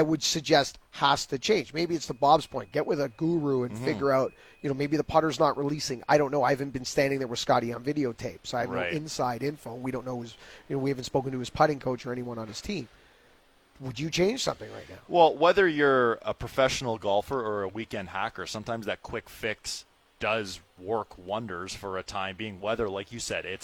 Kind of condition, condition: setting, busy venue